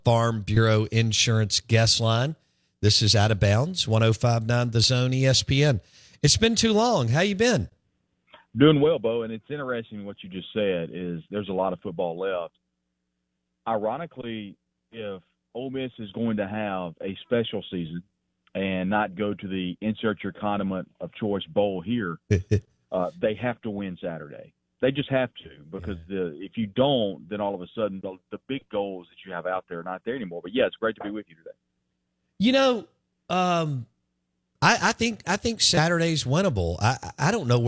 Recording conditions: phone line